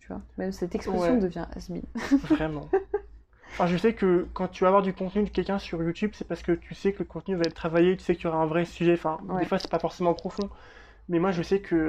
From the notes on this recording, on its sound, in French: Tout ça autour d'un atelier créatif, les perles ! (d'où le bruit de fond lol).